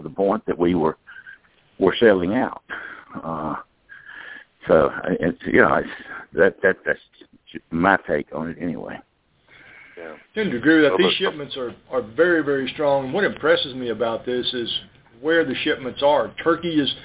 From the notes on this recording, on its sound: Monthly Conference Call